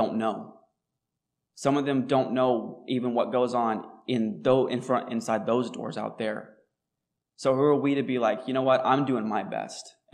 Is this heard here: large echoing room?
yes